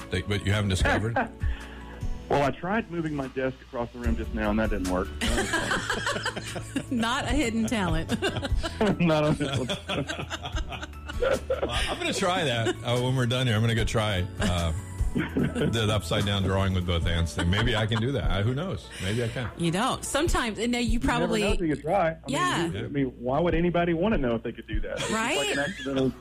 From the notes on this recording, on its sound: The Bridge Morning Show. By phone.